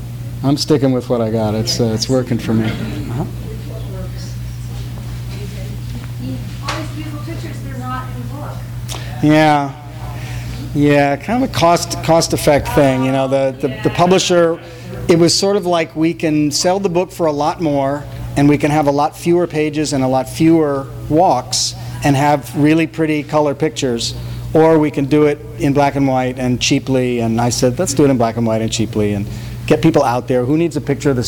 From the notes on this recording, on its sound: THIS EVENT WAS RECORDED LIVE AT SKYLIGHT BOOKS